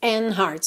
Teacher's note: facilita ligar o N já no hearts